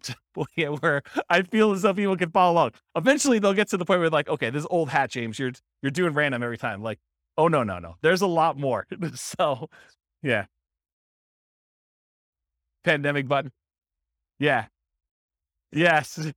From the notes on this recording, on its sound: This was a live class recorded